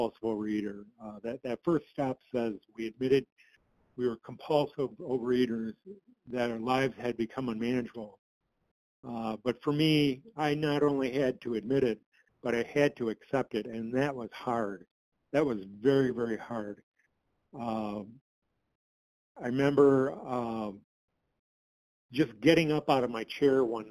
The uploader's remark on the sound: 100 Pounders Phone Meeting